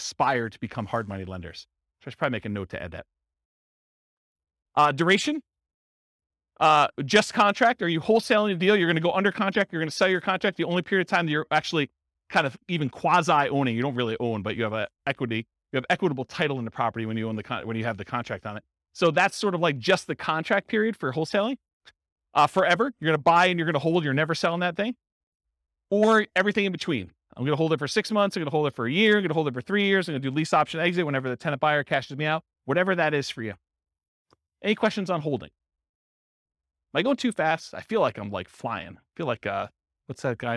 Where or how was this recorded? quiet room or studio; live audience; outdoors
live audience